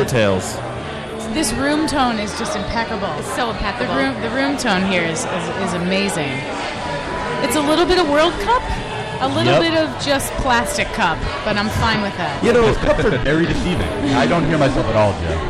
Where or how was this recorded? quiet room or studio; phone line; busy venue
busy venue